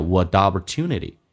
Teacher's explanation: 这个 T 要浊化成 D，但这个声音会比较小一点 · Term: 连音